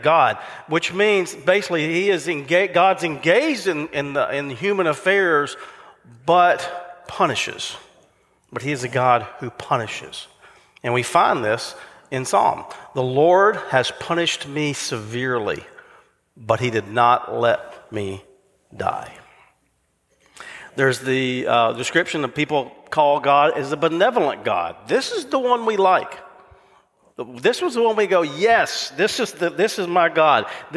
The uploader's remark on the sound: recorded live at Covenant